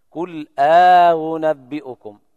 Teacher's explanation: طبعا يقرأ قالون وأبي جعفر وأبي عمرو بإدخال ألف الفصل بين الهمزتين: قل أنبئكم، حقق الهمزة الأولى، الكل مجمع على تحقيقها، الثانية فيها التسهيل وتسهل من جنس حركتها: قل أنبئكم.